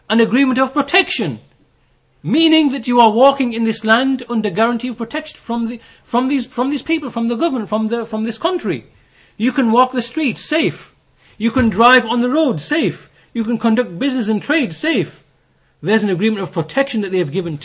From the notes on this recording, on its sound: Lectures delivered in Masjid as Sunnah, Bradford.